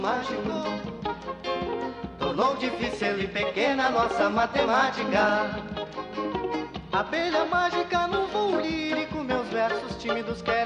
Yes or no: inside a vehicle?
no